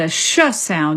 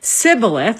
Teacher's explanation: the Gileadites had a sh sound in their dialect, but the Ephraimites only had a s sound, like an S sound.